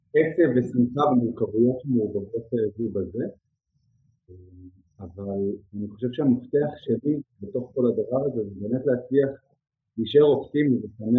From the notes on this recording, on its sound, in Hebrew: לצערי במהלך הקלטת השיחה שלנו היו בעיות סאונד. שנבעו כנראה מחוסר הניסיון שלי בהקלטת וולוג ופודקאסט.